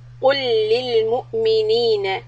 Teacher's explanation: when we go from the قو rounded mouth to the لام we need to soften it and lower the back of the tongue